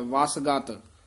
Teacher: ਵਸ ਕਸ ਕੇ ਬੋਲਣਾ ਗਤ ਪੋਲਾ ਬੋਲਣਾ